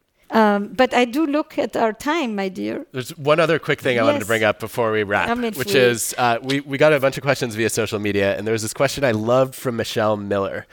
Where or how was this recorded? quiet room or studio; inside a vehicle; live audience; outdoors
live audience